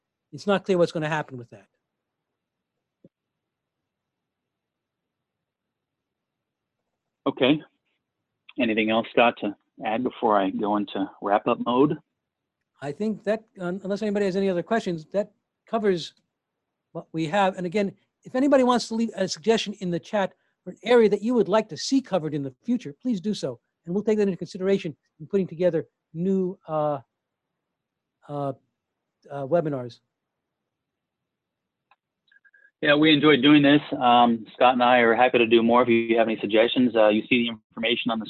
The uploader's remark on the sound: Facilitated a live 2-hour webinar and Q&A. This is the audio only.